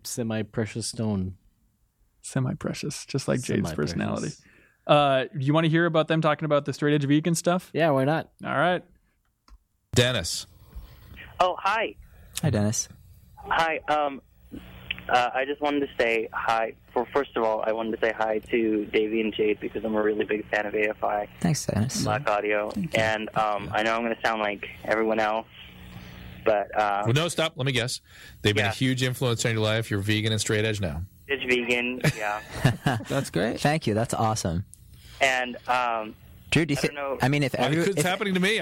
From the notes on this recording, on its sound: The show is a call-in love/relationship advice show. Taking live calls from fans.